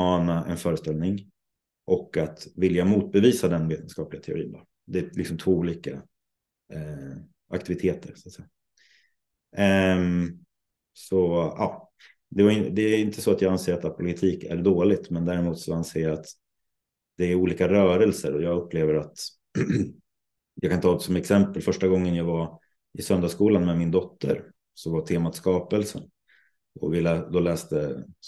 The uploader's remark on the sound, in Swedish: Den 22 maj hade vi en live-podd över zoom, som kommer här som ett vanligt avsnitt.